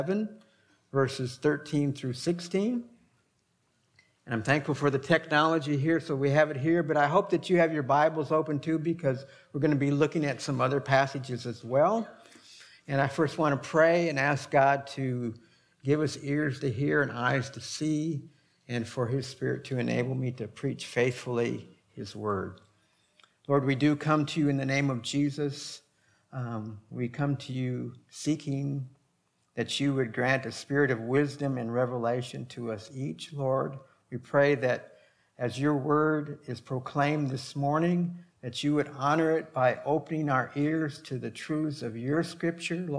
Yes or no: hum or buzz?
no